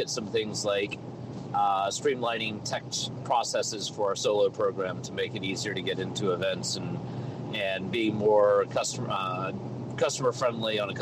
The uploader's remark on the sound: Talks about hillclimbs while driving. We've got bad phone connections but we keep trying.